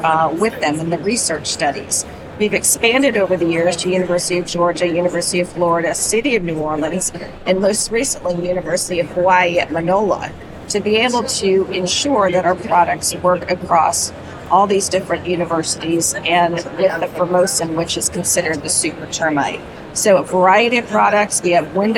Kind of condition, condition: setting, busy venue